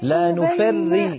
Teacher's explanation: نفري راء مشددة مكسورة يعني مرققة